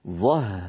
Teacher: الهاء كيف أن صوتها ممطوط لأنها حرف رخو